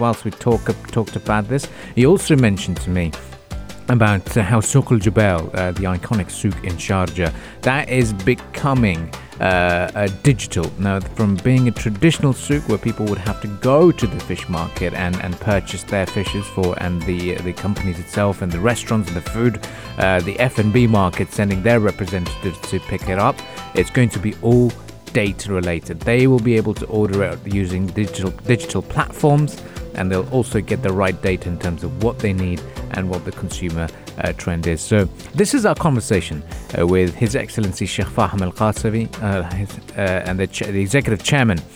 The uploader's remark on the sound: at the Sharjah Entrepeneurship Festival 2019